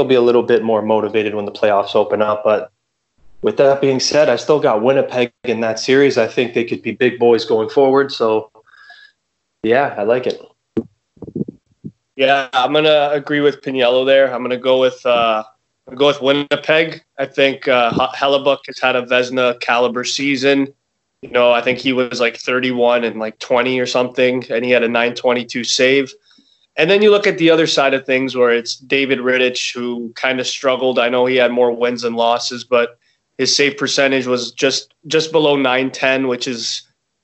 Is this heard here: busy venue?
no